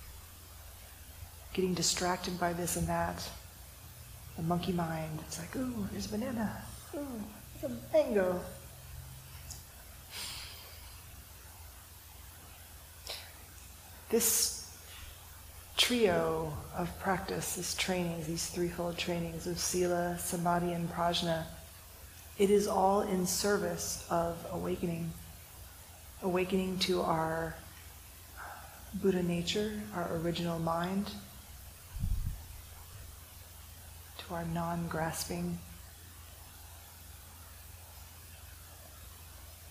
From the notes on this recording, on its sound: This talk was recorded during the January one-day sitting, held at Unity Church, a neighbor of San Francisco Zen Center’s City Center congregation.